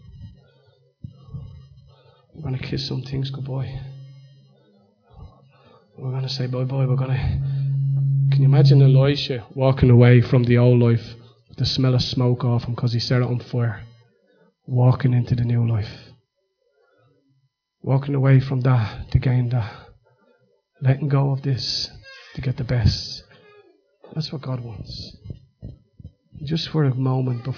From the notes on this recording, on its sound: Recorded live at Liberty Church on 3rd March 2019